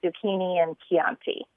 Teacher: I always was taught that CH in Italian has the K sound